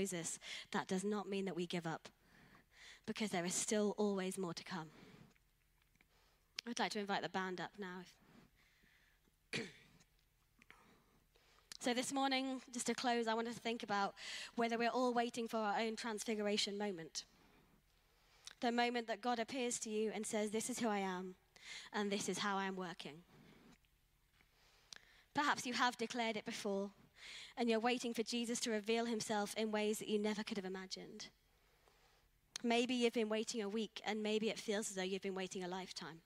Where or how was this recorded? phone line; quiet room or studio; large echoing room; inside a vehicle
large echoing room